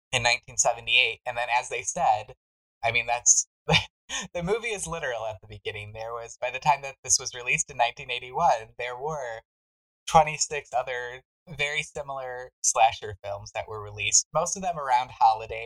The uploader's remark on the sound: Please forgive our audio tribulations!